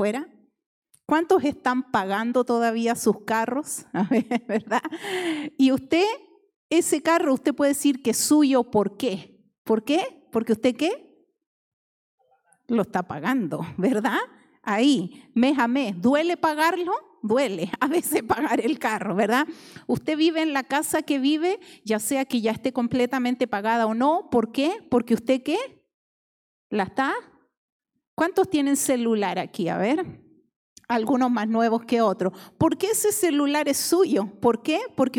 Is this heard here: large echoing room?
yes